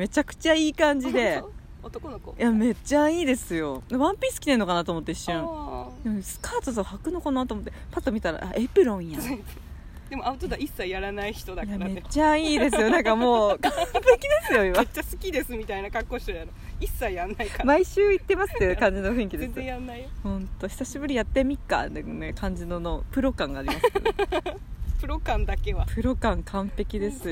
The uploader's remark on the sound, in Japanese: 今日は芋と栗をつつきながらの収録だよ！岐阜県のシンボル、長良川のほとりにて火を起こし、芋を焼き、栗をころがし、きのこを食らう。というわけで、野外収録です！秋の空、鳥や川と山々の音すべてを、まるっとパッキングしましたよー！